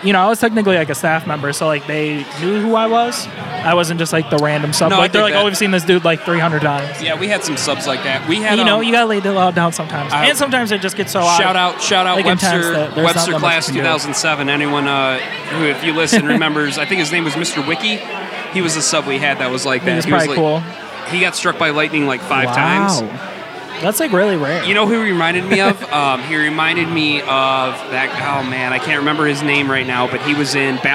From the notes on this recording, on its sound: Live at the Hell-o-ween Event at The Montage Music Hall. Catch interviews with our friends, familiar voices, some randos and a Tarot Reader.